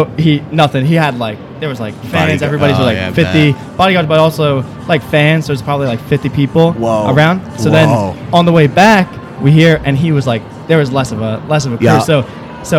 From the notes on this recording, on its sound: We are recording this episode in the center of MJBiZCon!